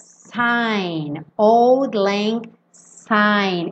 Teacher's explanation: Que essa palavra é pronunciada sign, old lang sign, esse S com som de S, não é com som de Z